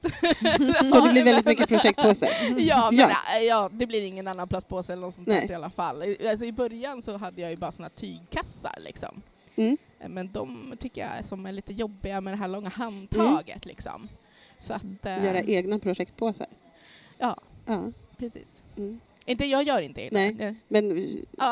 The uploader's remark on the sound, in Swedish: I avsnitt 20 träffar vi stickpoddskändisar som besöker "Sy och hantverksfestivalen" i Stockholm.